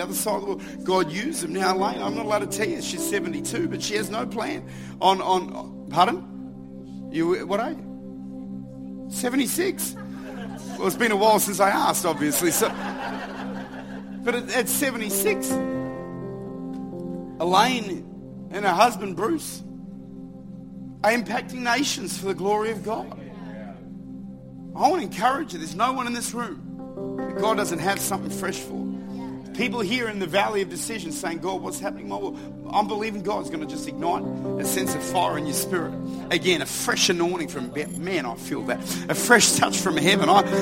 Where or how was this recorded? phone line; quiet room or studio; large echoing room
large echoing room